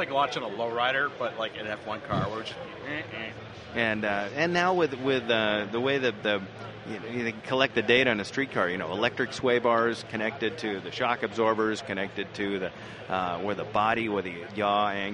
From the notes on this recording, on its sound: Once again live from SEMA